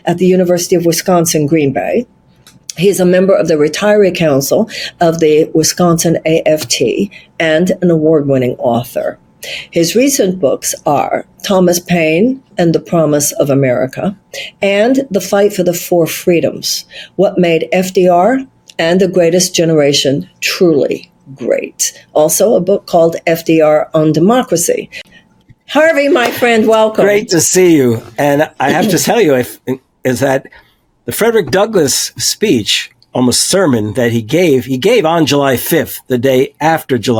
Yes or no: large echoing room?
no